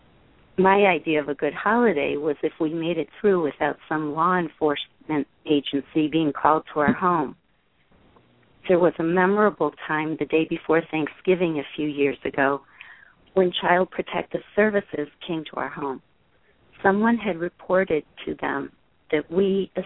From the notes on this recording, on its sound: The Parents Panel -- along with a caller